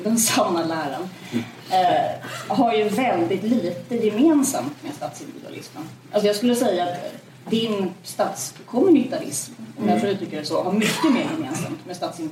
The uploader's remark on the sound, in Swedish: Dagens avsnitt är den första delen av en inspelning från en lunch med ledarredaktionen som hölls på Playhouse teater.